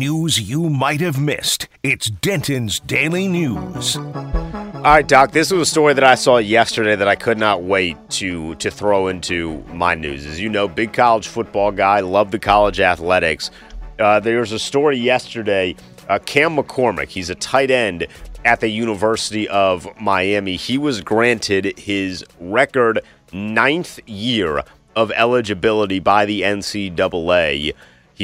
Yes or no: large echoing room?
no